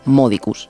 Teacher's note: en una palabra como modicus, la penúltima, di, era breve, por lo que el acento pasaba al anterior